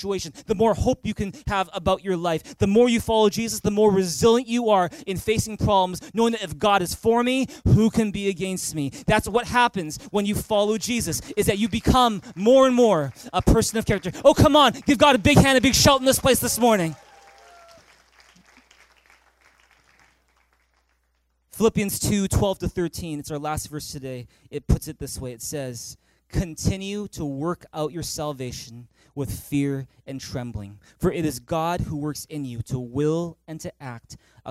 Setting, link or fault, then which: setting, large echoing room